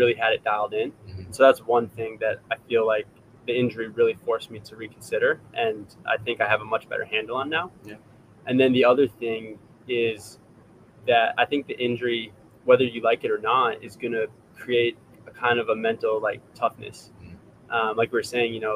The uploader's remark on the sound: Live from Eugene OR at World Championships